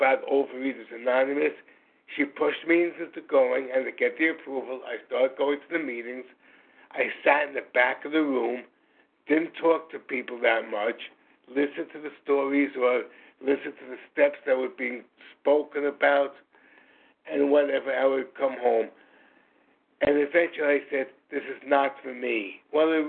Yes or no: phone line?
yes